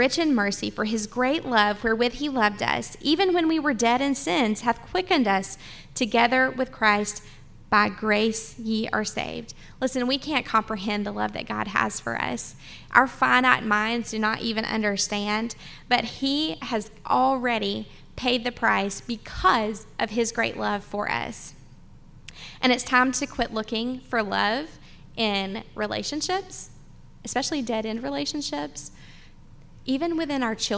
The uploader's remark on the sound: The live podcast we did at Talmo Baptist Church over the weekend.